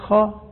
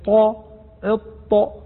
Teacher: فيها استعلاء وإطباق للسان مع سقف الحنك العلوي · Shown in: second take